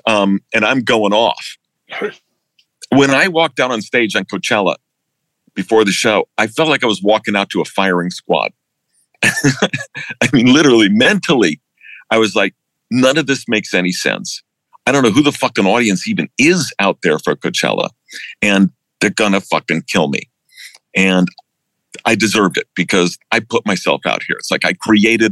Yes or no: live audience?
no